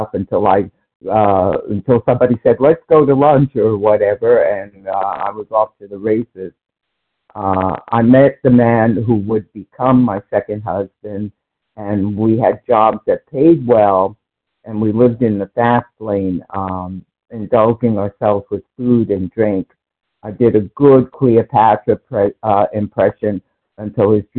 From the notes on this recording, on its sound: from the 100 Pounders Phone Meeting, 1/5/24